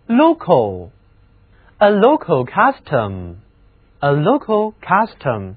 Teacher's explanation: 它的重音在第一个音节上